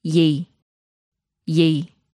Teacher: gì is said in the gradually falling tone.